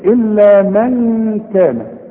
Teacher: نون ساكنة بعدها كاف، الكاف من حروف الإخفاء